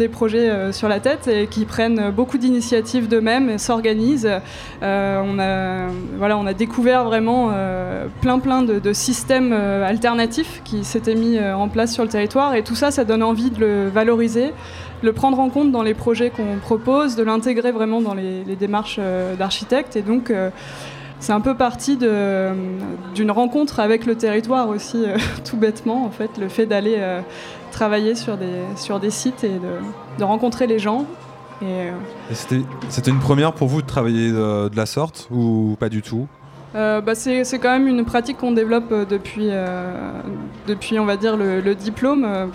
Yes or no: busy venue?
yes